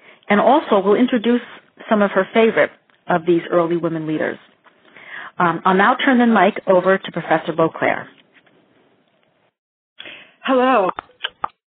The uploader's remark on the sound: FutureChurch held a free phone conference.